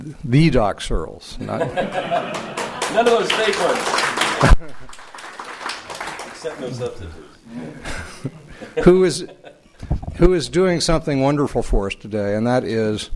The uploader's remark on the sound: From the Citizen Journalism Unconference 2006 proceedings at Harvard Law School.